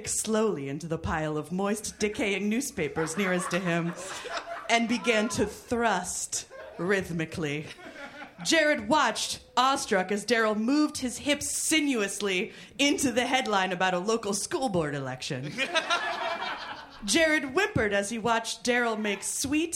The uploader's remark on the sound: Recorded Live at Great Scott in Boston.